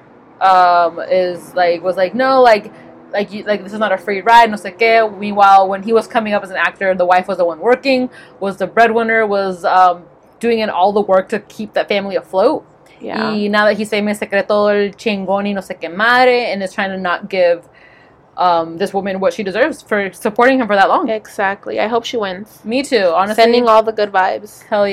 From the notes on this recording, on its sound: This week we come to you Live From Outside!